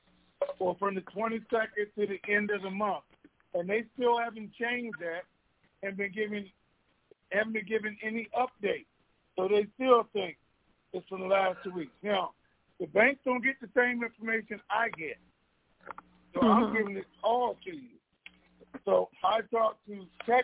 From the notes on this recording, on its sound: Conference Call